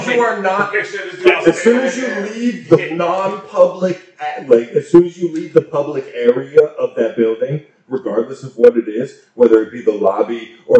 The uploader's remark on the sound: Sorry for the poor mic quality here